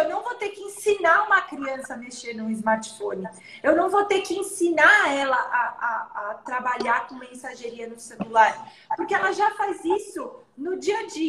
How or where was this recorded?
video call